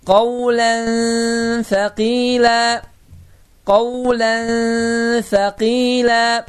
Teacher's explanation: Və 15 hərfə nəzər salsaq fə hərfini bu 15 hərfdən birini kimi taparıq və bu zaman demək qayda baş verər, ənin n-sı burunun içindən çıxar və n gizlənər · Term: ixfa